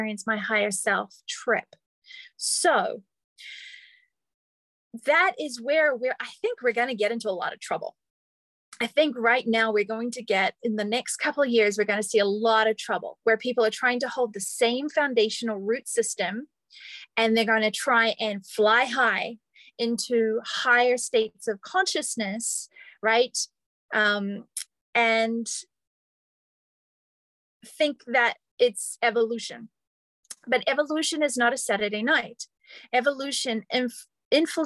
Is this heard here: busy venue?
no